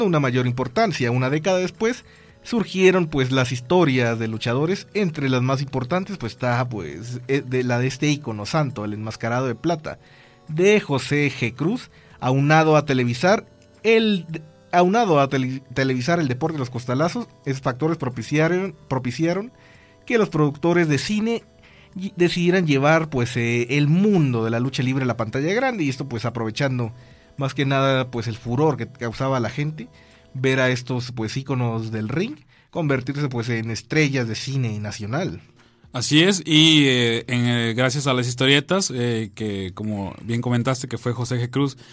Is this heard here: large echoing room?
no